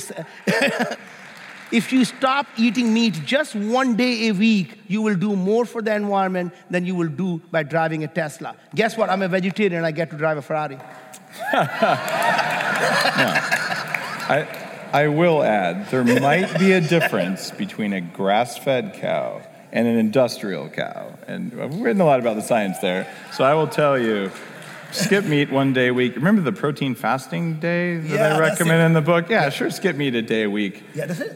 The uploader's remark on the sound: Live from the Bulletproof 360 conference